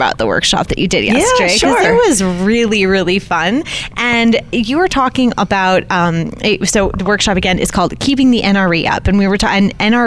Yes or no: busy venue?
yes